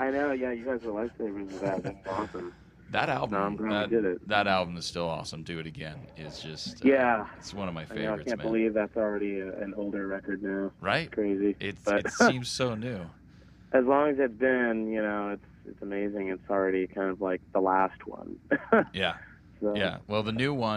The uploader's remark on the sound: over the phone for a short interview